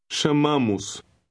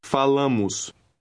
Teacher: The O in the OS ending also has a short U sound.